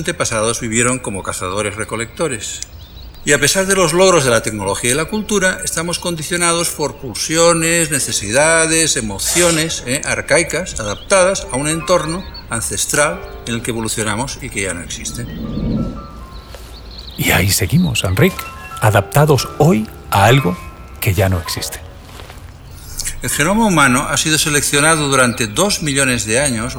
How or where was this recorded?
outdoors